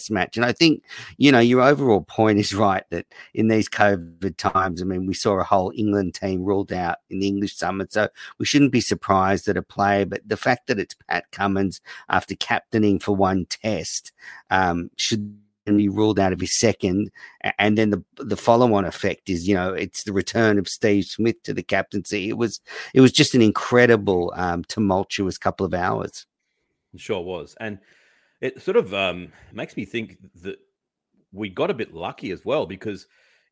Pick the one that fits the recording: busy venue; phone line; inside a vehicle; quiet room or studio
quiet room or studio